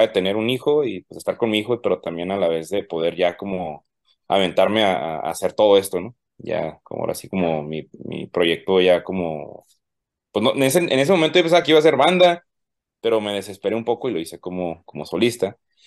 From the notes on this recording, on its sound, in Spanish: Charlamos via zoom